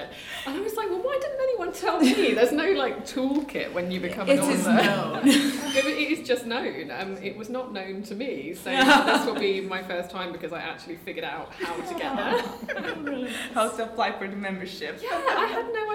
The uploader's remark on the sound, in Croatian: Mora FM na terenu! Ovu bonus epizodu snimali smo uživo s publikom na SFeraKonu.